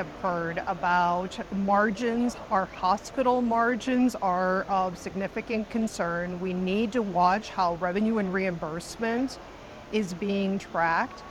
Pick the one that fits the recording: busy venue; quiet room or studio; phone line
busy venue